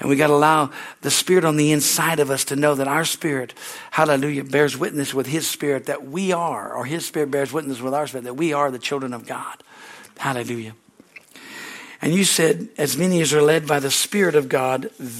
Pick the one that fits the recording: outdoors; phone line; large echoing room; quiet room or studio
large echoing room